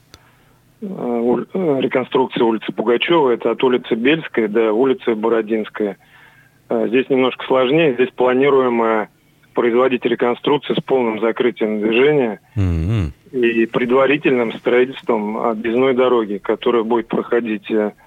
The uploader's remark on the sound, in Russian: По телефону